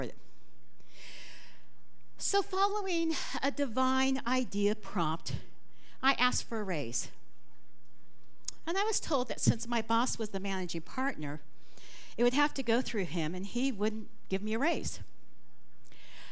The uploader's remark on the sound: This talk was recorded live at the Center for Spiritual Living Prescott on May 21, 2023.